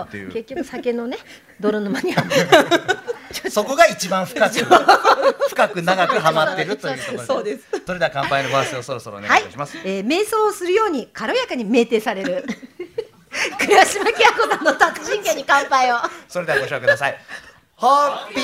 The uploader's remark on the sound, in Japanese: 公開収録。